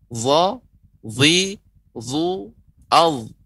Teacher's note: Adapun zo sama namun ditebalkan. Ya lidah kita naik ke atas, diangkat suaranya · Term: zo tebal